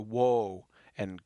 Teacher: It just should be a nice, round, pure O, like note.